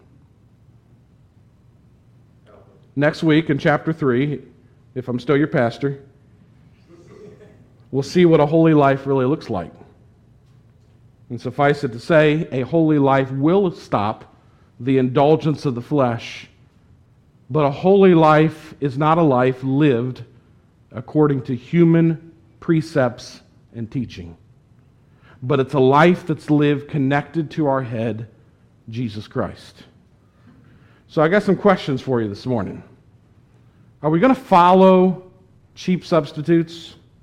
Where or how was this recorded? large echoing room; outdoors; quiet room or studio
large echoing room